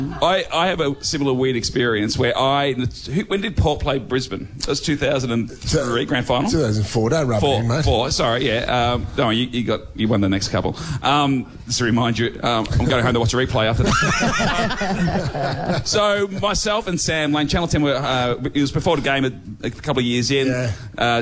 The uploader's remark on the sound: LIVE From The Melbourne Comedy Festival. Joins us live on stage at our Melbourne International Comedy Festival breakfast!